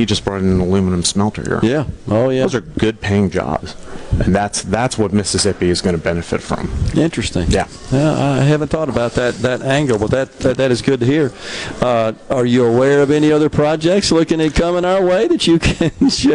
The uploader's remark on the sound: LIVE from the Accelerate Technology and Innovation Event today from the Westin Hotel in downtown Jackson